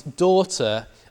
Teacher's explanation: And the spelling reflects that there used to be a fricative there, but there isn't a fricative anymore in words like daughter and knight